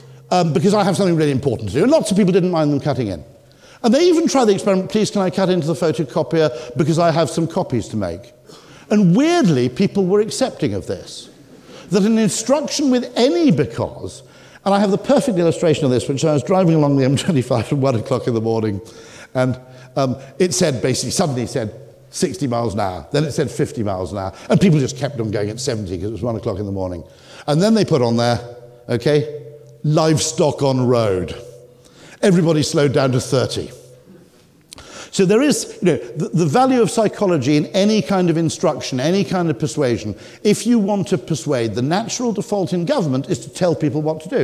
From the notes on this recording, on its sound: The leading behavioural scientist and commentator gave the keynote speech at the JCT Traffic Signals Symposium, and you’ll hear some of what he had to say today.